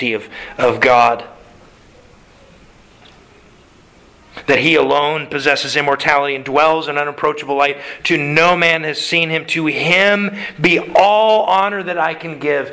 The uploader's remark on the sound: Sermon delivered to the Galena Bible Church